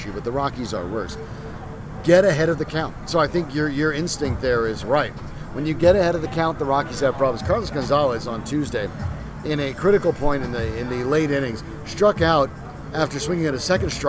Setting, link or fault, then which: setting, busy venue